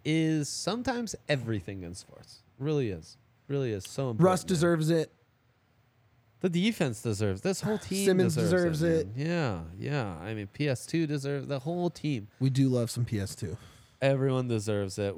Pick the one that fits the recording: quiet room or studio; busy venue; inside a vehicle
busy venue